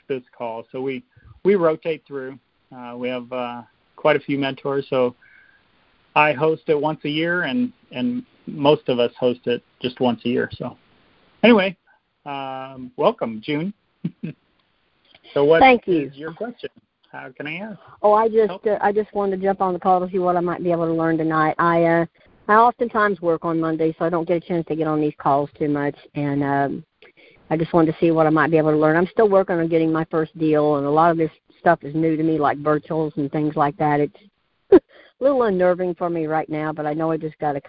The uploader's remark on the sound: Gold Club Q&A Call